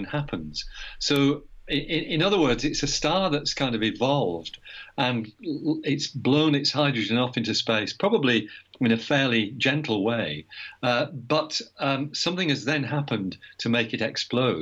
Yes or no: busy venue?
no